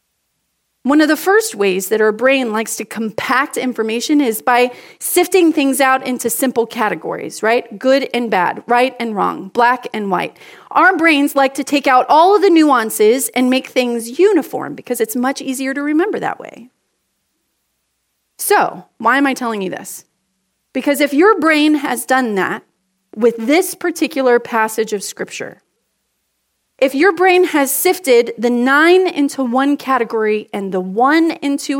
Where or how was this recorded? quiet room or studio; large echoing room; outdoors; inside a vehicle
large echoing room